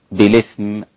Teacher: كلمة بالإثم، بالإثم هكذا وقفا لحمزة، وورش أيضا بالنقل، يسمى النقل، بننقل حركة الهمزة إلى الساكن قبلها، بالإثم. والباقون بالإسكان والتحقيق، بالإثم، سواء في الحالين وصلا أو وقفا، الحالين معناها الوصل والوقف.